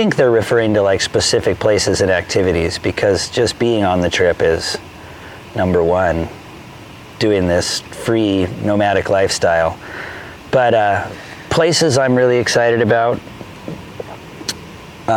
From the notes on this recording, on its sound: Recorded poolside in Sacramento on our third day of travel.